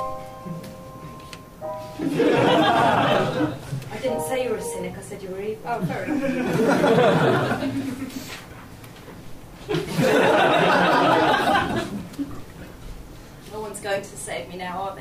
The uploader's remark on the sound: Recorded at the Leicester Square Theatre, London, in February 2011.